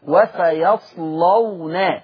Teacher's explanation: اللام مفتوحة وقبلها صاد ساكنة، يبقى هتغلظ اللام